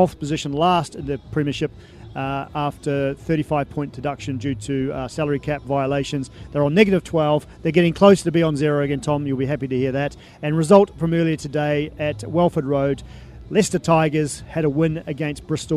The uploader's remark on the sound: From the rooftop garden of Barasti